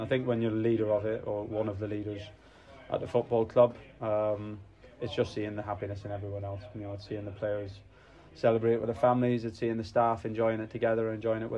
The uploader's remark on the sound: a collection of interviews from a truly special day at Portman Road